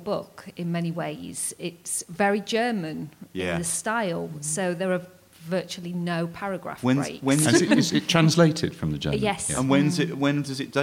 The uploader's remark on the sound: Recorded live at the Durham Book Festival 2016.